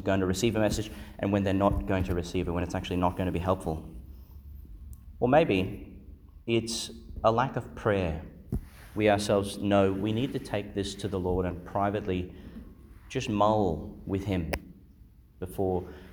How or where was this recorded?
large echoing room